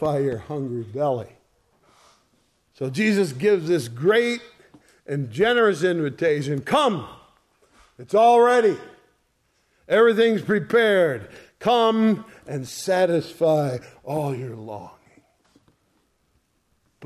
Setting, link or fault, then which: setting, large echoing room